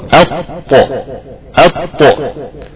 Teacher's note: نعم، مثلا لما يجي ينطق بحرف الطاء اخواننا، اقول مثلا كلمة اطو، اضع كده همزة قبل حرف الطاء وحاول انطق بها، هنجد ان قطعة من اللسان قد انطبقت على غار الحنك الاعلى · Term: الاطباق